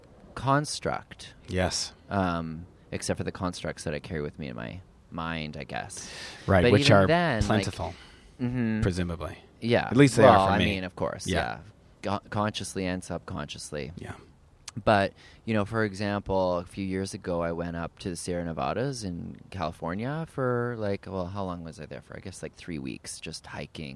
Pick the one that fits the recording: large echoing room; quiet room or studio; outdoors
outdoors